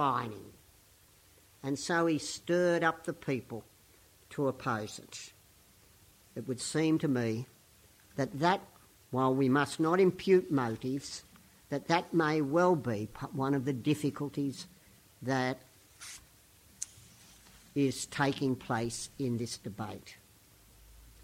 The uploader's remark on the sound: Weekly Sermon from St Peters East Lindfield